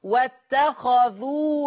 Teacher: ورش يقرأ بفتح الخاء واتخذوا من مقام إبراهيم، يبقى حفص يكسر الخاء واتخذوا، ورش يقرأ بفتح الخاء.